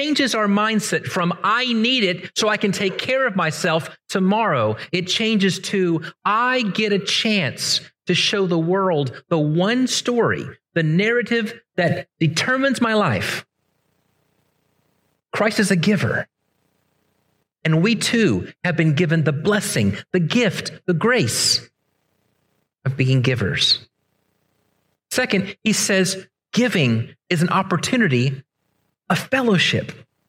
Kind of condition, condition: setting, large echoing room